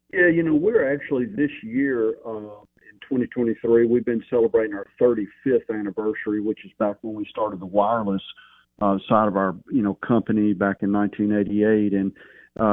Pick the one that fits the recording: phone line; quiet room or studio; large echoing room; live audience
phone line